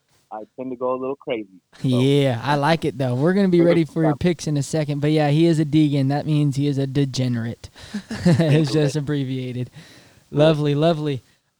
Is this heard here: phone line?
yes